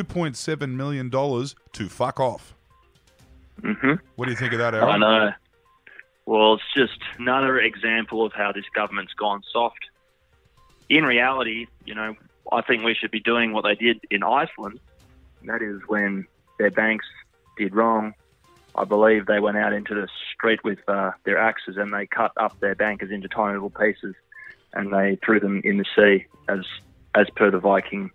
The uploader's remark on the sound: phones in from Berlin